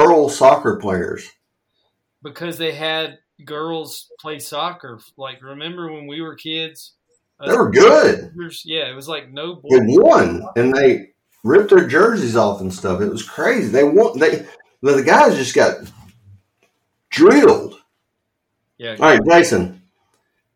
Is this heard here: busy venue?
no